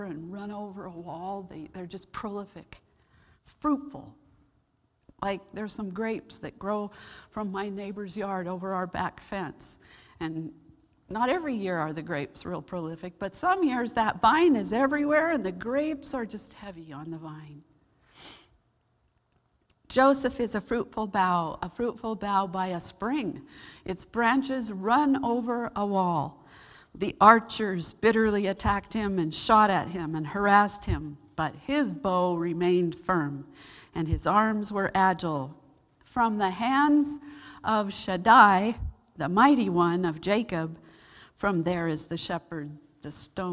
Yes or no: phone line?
no